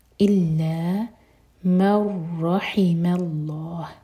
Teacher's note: مر ادغام بغیر غنہ کے, میم لائٹ اور ہیوی، رحم الله، میم لائٹ اور لام